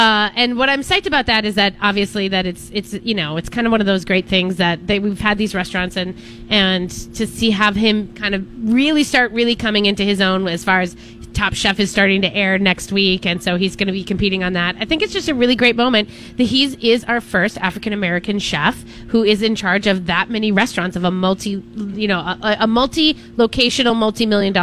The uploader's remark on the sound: Live Broadcasting at EL Burrito!